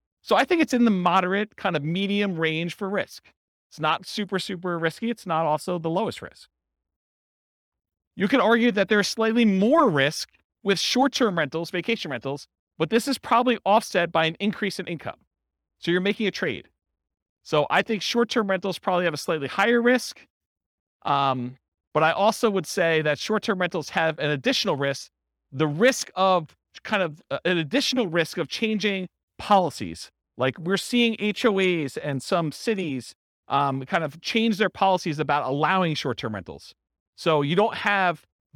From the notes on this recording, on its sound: This was a live class recorded